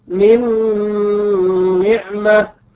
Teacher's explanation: النون الساكنة وقع بعدها حرف النون، والنون من حروف الإدغام، لذلك وجب الإدغام، فلا نقول من نعمة بل نقول من نعمة.